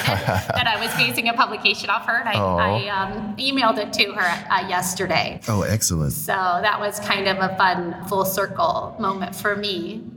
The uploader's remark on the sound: interviews LIVE at the 2022 Annual Meeting